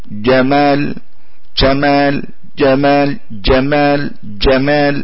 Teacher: والبعض جيمه بشين توصف مخالفا ما حددوا أو وصفوا، أو جيمه دال وليست في الوسط، أو ضيع الشدة واختار الغلط. حرف الجيم البعض يجعله شينا